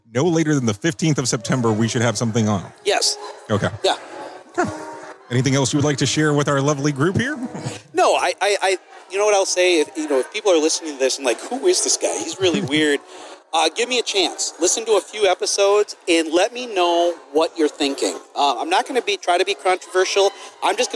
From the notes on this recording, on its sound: Tonight at the Safety FM Roadshow coming to you live from the Hyatt Regency on International Drive in Orlando, FL. Enjoy this live interview from the Safety FM Roadshow.